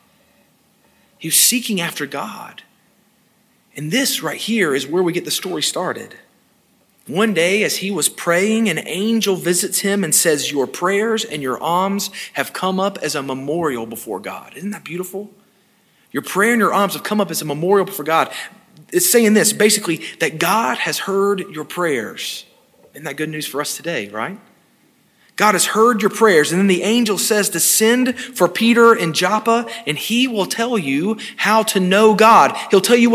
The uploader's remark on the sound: This sermon was delivered on February 6, 2022 at First Baptist Church Hendersonville, NC.